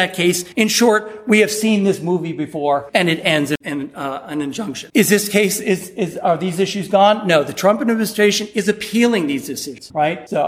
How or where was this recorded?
live audience